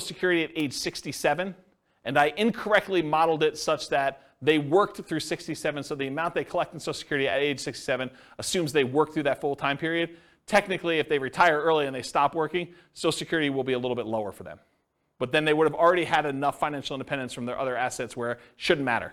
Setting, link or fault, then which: setting, live audience